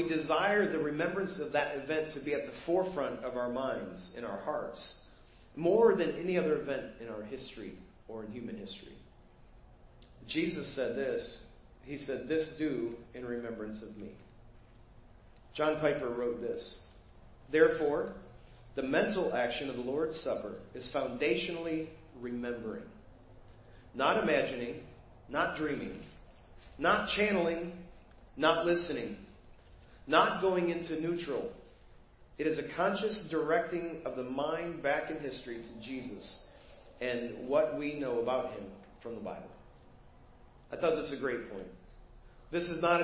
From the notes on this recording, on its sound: Preached at First Baptist Church of Hazel Park